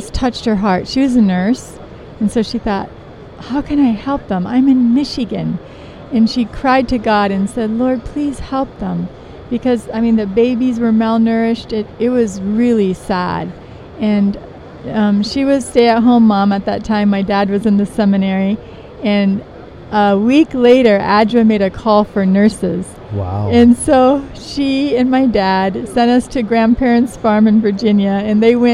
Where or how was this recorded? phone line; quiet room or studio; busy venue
busy venue